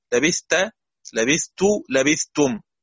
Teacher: كل هذه الألفاظ بإضغام الثاء في التاء